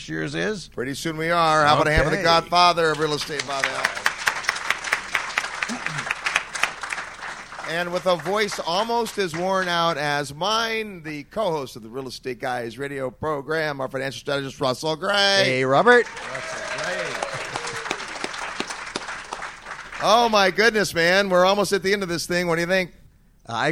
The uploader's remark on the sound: Live from the 2014 Investor Summit at Sea. This episode was recorded on board the ship.